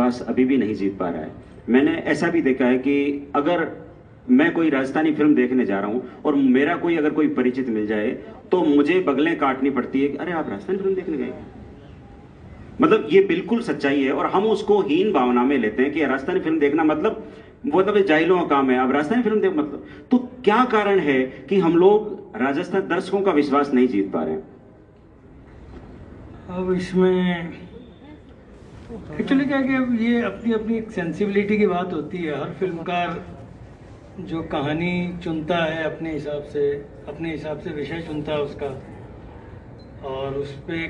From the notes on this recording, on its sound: The Sessions have been recorded at The Jaipur International Poetry Festival.